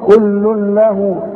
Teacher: ادغام كامل بدون غنة هندغم لكن ما نغنش